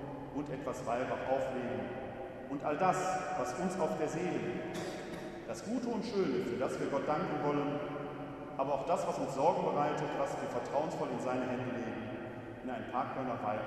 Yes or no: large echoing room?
yes